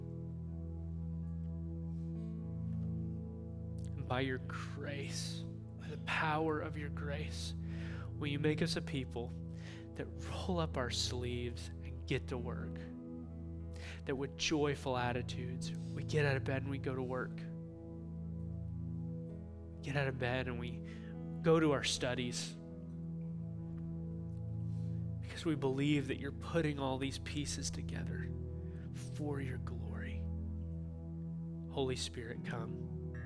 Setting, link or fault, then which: setting, large echoing room